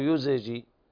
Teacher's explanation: يزجي الزاي ساكنة ليس فيها قلقلة